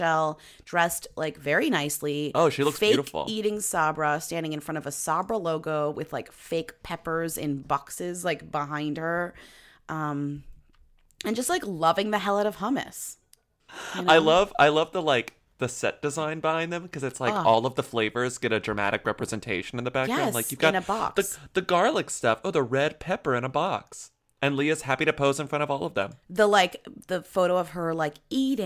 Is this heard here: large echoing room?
no